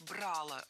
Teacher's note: Правильный вариант – брало. Ударение ставим на корень.